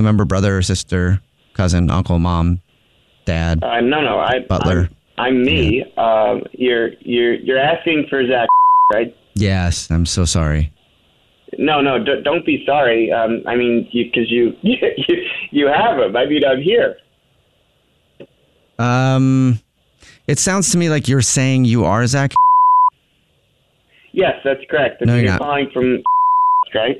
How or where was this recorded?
phone line